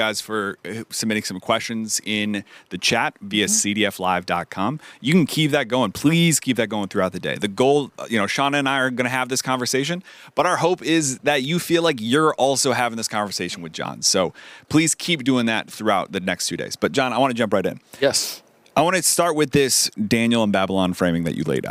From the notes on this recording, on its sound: live at the 2023 Child Discipleship Forum